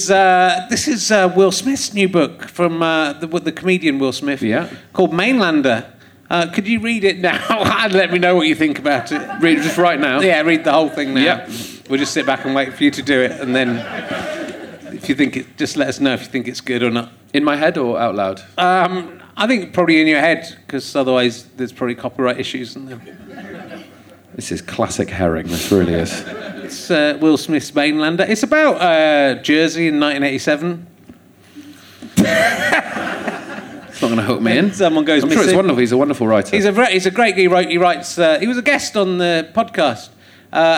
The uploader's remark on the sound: Leicester Square Theatre Podcast. Finds a woman in the audience who doesn't seem to know where she is. She continues to be bamboozled throughout the show.